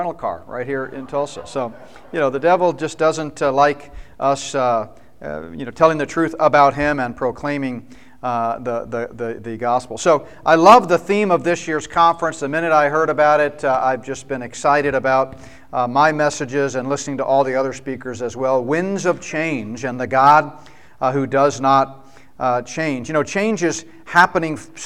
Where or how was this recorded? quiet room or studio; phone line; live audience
live audience